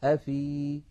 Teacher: أما لو وقفنا فلم يلتقي ساكنا فيعود المحذوف، فنقول أفي بإثبات الياء، هذا إن كان الساكن الأول حرف مد.